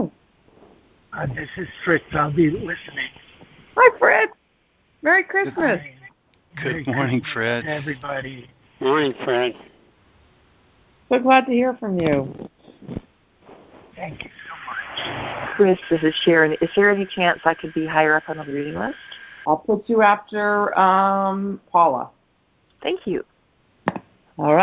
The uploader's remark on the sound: ACIM Daily TEXT Conference Call